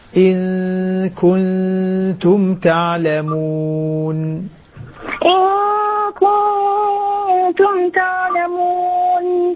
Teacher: الغنتان متواليتان، يعني في إخفائين مع غنتين